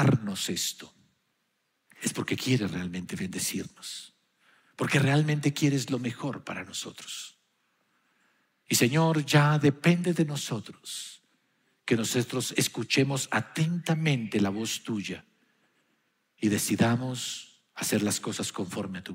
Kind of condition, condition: setting, large echoing room